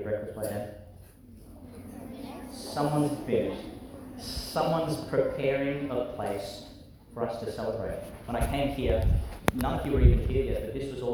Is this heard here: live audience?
yes